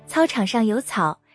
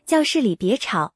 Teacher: 前半句全是平舌，后半句全是翘舌